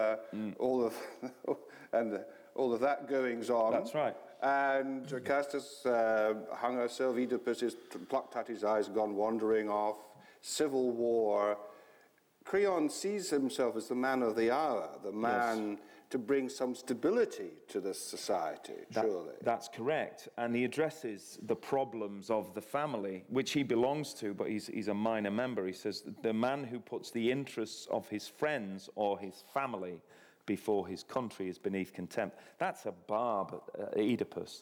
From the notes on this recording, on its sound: This is a live recording of a Platform event from July 2012.